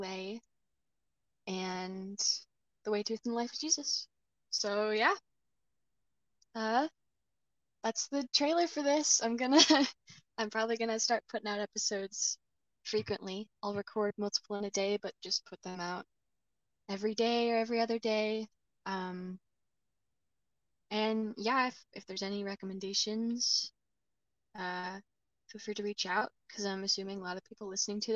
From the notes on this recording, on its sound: The clicking noise will be fixed